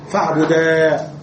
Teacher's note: ينتهي فعل أمر مبني على الفتح الاتصالي بنون التوكيد الخفيفة، فإذا وقفنا عليه وقفنا بالألف فاعبدا هكذا نطقه، أصله اعبدا بالنون